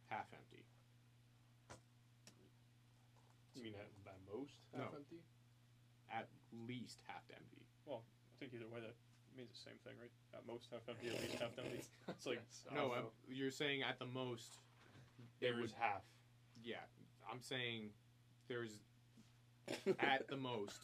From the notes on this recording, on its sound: The audio quality is not as good as it usually is. Having to use the fan reacts mic until we get the new soundboard.